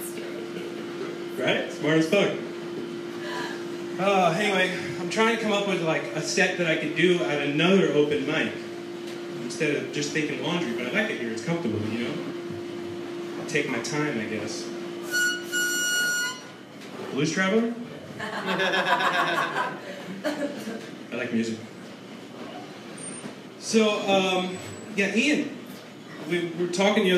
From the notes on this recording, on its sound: On stage at BrainWash Cafe SF, CA 4/5/2016.